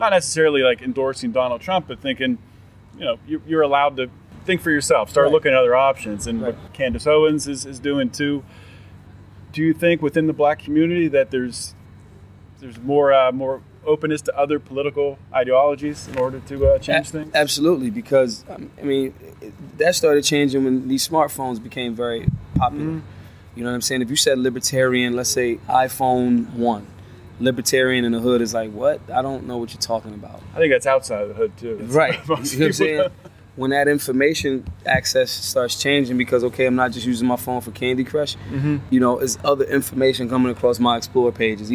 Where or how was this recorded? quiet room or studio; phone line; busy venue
busy venue